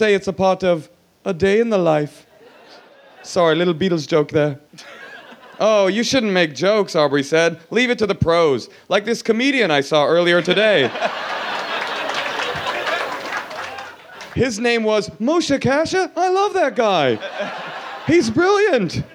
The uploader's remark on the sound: Recorded Aug 10, 2013 at the Outside Lands Fest in San Francisco.